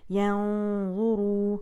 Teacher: اولم ينظروا، اب یہاں پہ دیکھیں زوئے جو ہے وہ ہیوی لیٹر ہے تو اس لیے پھر ہم یہاں پہ ہیوی اخفا کریں گے، مزید ناک میں آواز جائے گی، لپس آپ کے تھوڑے سے اوپر کو اٹھیں گے، پرکپ ہوں گے، اور ہیوی اخفا کیجئے، ينظروا في ملكوت السماوات.